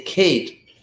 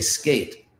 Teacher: When you say Kate, you're breathing out more. When you say skate, you're not. And so in the word Kate, it's an aspirated K, and in the word skate, it's an unaspirated K.